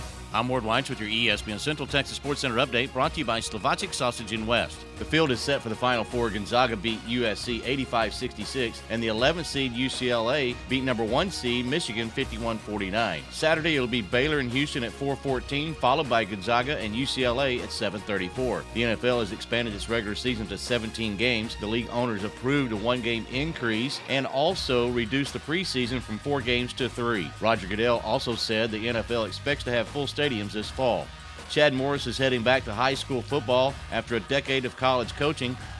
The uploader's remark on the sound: live from the #FinalFour